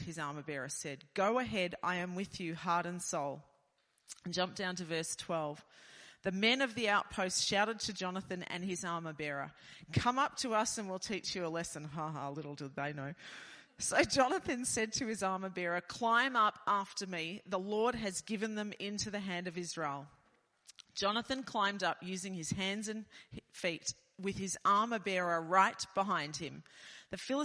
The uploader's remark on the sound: This message was recorded at Dreambuilders Church, Tasmania in March 2023.